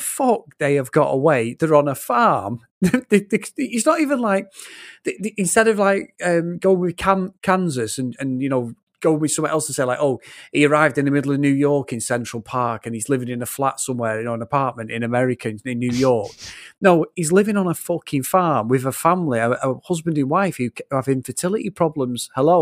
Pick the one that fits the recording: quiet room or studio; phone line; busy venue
quiet room or studio